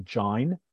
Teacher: For Pope, join and line, again, were perfect rhymes. He pronounced the word join as actually jine.